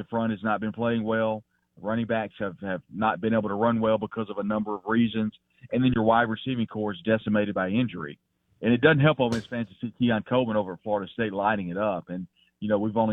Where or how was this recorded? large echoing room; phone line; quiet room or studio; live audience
phone line